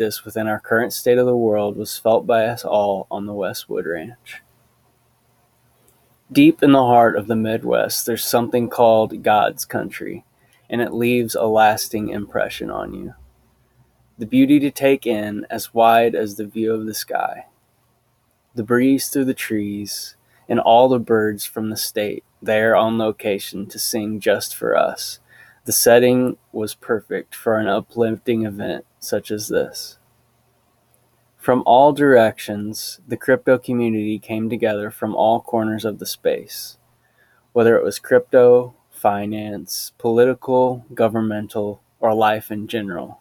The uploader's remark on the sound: Deep in the heart of the Midwest, there’s something called God’s country, and it leaves a lasting impression on you. The breeze through the trees and all the birds from the state there on location to sing just for us, the setting was perfect for an uplifting event such as this. New knowledge was shared and lessons were learned at the ranch.